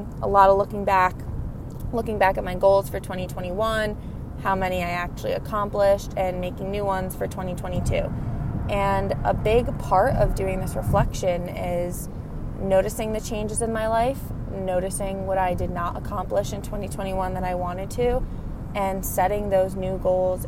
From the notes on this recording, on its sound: I recorded in the car while on my way home from work (sorry for the weird audio)